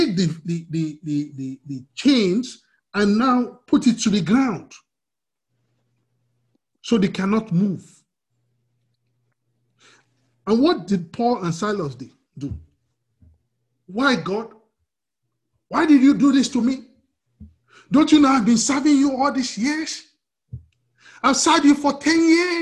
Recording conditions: video call